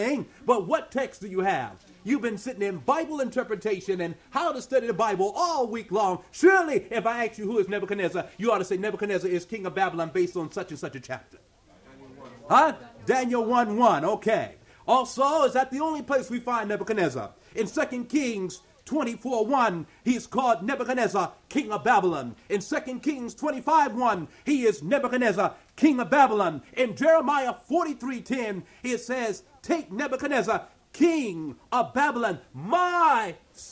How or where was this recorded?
live audience